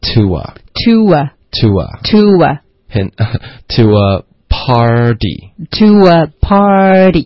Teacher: 中间会有一个很轻的一个 W 的连读